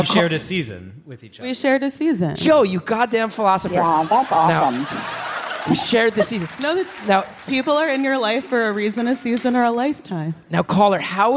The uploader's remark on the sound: Live from Beaut/Con. A man from the live Beaut/Con audience joins onstage.